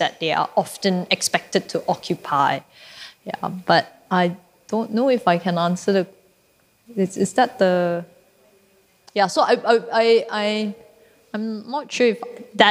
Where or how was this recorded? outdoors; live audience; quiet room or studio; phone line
live audience